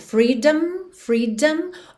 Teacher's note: Então, you want your freedom, freedom. Atenção que esse O da palavra freedom praticamente não é pronunciado. Você não pensa em freedom. Você pensa em ir do D direto para o M. Então, você tanto pode dizer freedom, freedom, ou aqui que esse D ganhou um tom de rarara, bem comum no inglês americano, e a gente tem freedom, freedom, alright?